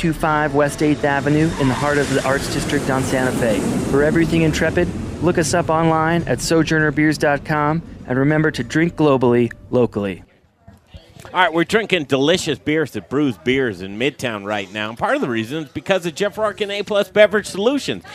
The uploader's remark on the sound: The Modern Eater Show is broadcasting live on Denver’s Talk Station 630 KHOW from Bruz Beers after the Belgian Brew Fest! The Modern Eater Show is broadcasting live on Denver’s Talk Station 630 KHOW from Bruz Beers after the Belgian Brew Fest!